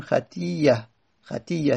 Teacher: جعلت مثل ما قبلها، در این صورت دیگه ما مانند قبلش میکنیم، مانند خطی اه، تی ای ا، ای ا، یا بعد از آن همزه اومده، همزه رو به مانند قبل میکنیم، قبلش یا هست، پس همزه رو به یا میکنیم · Term: ادغام